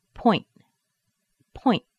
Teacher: If I oversay the T, I'm giving too much extra air, and it'll sound like point, point, which is not correct. The T is held inside of the mouth, but it ends with a strong stop